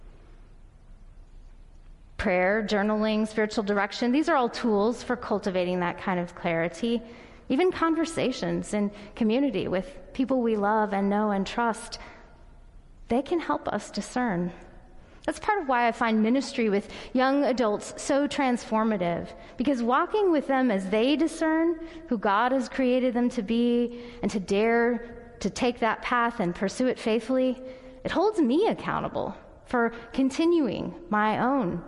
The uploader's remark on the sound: Audio recording of the sermon in Ellis Hall.